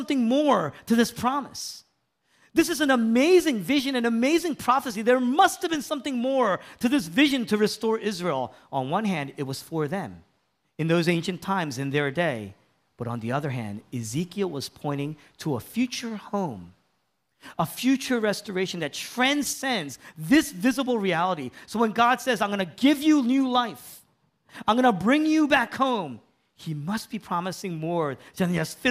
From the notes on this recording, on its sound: was originally preached in East Falls, Philadelphia on April 9, 2023